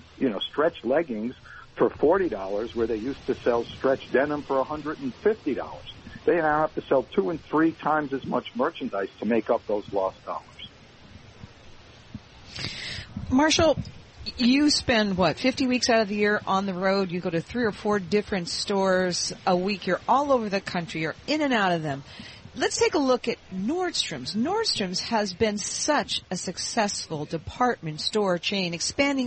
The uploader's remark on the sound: Broadcasting live from Elbow Beach Bermuda.